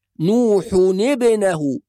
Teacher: هناك قاعدة ذكرها أهل اللغة وهي أن التخلص من الساكنين يكون بالكسرة، يعني نكسر الساكن الأول حتى نتخلص من الساكنين، فنقول نوح، يعني نضم الحاء ثم نكسر التنوين